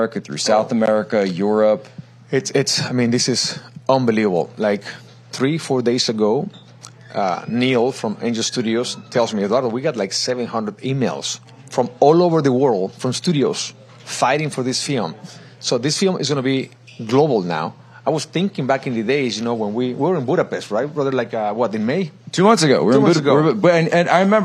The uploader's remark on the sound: Live From Trump National Bedminster